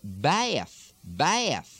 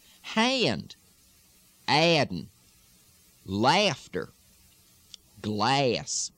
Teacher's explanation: Not just bath, but bath, bath, especially when it's stressed. You hear that little bayth, almost a yuh sound. · Term: major lilt extensions